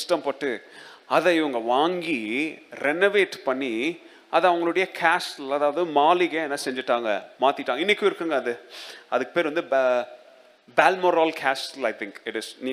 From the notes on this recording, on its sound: Second Service Sermon Live